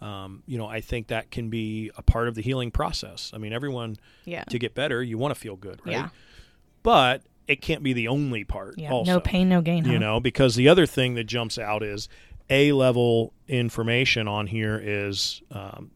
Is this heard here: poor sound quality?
no